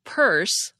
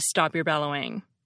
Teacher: We aspirate the P at the beginning of purse all day long, but we swallow it at the end of stop, like when we say stop your bellowing.